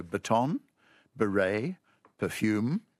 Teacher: they've left in American English this habit of having the stress on the last syllable with two syllable words borrowed from French